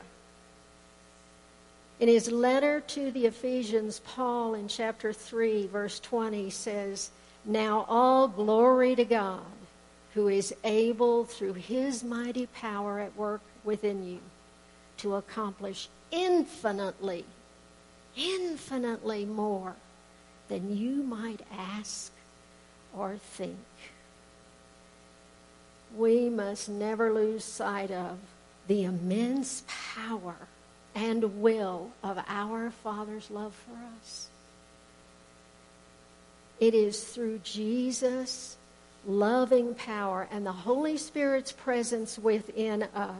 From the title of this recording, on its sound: Woodland Life Church Live